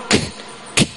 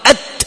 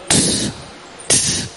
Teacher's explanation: يعني بالهمس، فيزول الانزعاج الحاصل من كمال الانحباس. فالشدة والهمس في الكاف والتاء صفتان متتاليتان وليستا في آن واحد